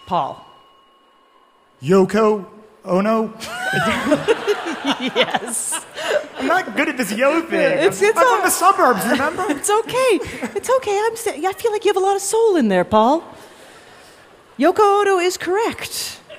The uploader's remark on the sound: Live from Central Park's SummerStage Festival.